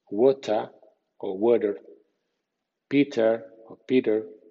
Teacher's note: En Estados Unidos es frecuente que también por inercia el sonido T suene D entre sonidos vibrantes